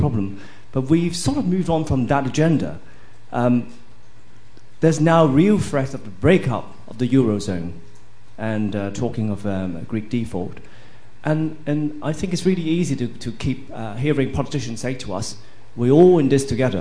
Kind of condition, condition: setting, live audience